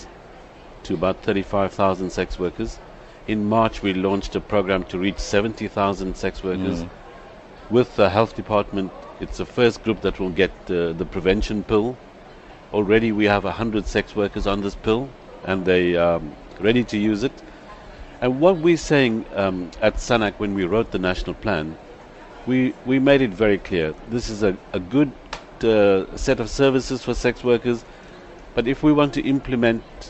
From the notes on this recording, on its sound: at the 21st International Aids conffrence